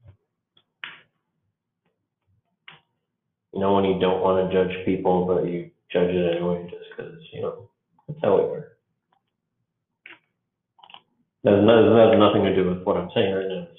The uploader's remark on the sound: Apologies for the audio quality. If you turn it up you can hear me fine. I tried recording using the computer mic and my earbuds.